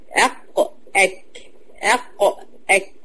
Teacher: وقلنا الكاف أمام القاف إلى الأمام